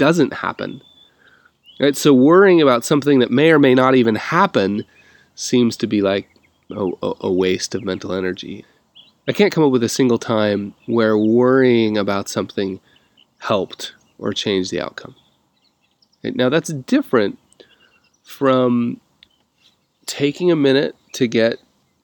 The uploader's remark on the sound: literally, lots of birds singing in the background on this recording